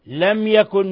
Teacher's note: ميم ساكنة جاء بعدها الياء إظهار شفوي